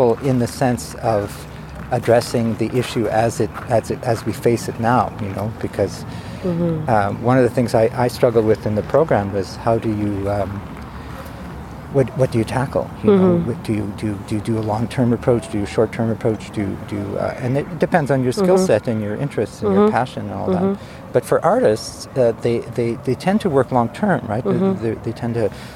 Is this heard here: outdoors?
yes